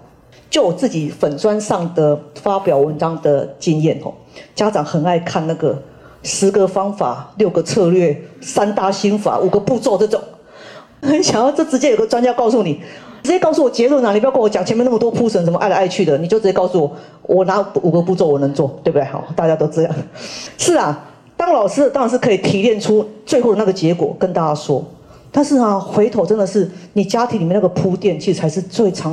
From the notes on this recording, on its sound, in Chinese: 人文讀書會現場錄音